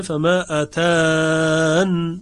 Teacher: فما آتانی الله خیر که در اینجا همونطور که قبلا هم عرض کردیم به روایت شعبه به حذف یا در وصل و وقفه، یعنی فما آتانی الله در وصل، فما آتانی الله به جای که بخونه فما آتانی الله خونده فما آتانی الله، و در وقف هم طبیعتا خونده فما آتان به سکون نون. پس شعبه در کلمه آتان به هیچ وجه نه در وقف نه در وصل یا رو نمیخونه، در وقف به سکون نون توجه داره، یعنی نون ساکن اسکان میکنه این نون رو اتن، و در وصل اتانی الله.